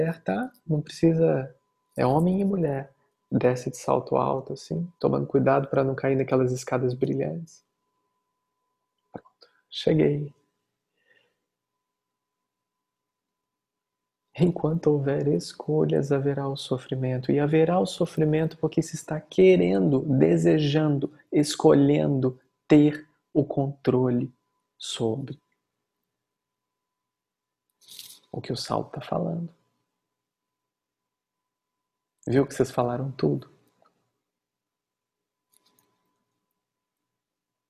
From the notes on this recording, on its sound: Online via Zoom